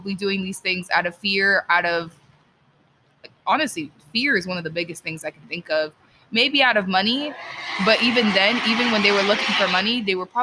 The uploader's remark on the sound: If you guys hear background noise, I apologize we were outside recording.